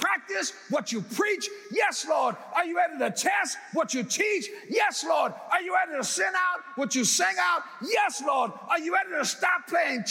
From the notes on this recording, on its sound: in #SWBTSChapel on September 6th, 2022